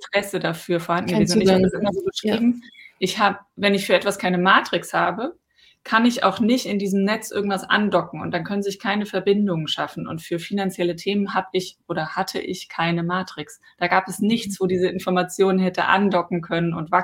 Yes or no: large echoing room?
no